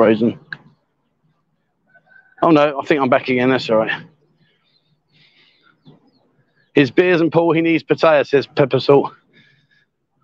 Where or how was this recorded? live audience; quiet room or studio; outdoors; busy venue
outdoors